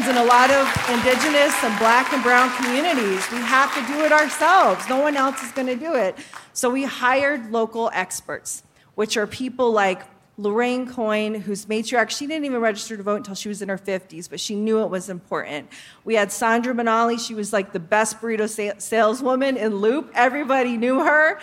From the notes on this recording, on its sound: Dry Heat and Open Carry (Live from Phoenix!).